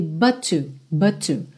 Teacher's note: A gente tem uma palavra que termina em T e outra palavra que começa em T. A gente tem o um resultado final de um T só no som